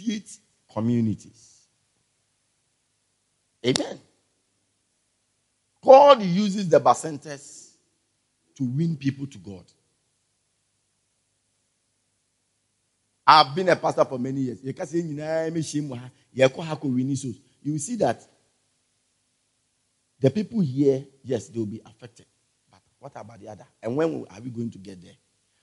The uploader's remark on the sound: Preached At The Everlasting Father Cathedral